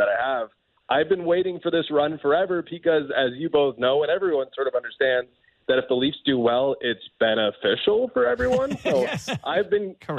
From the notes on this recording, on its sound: over the phone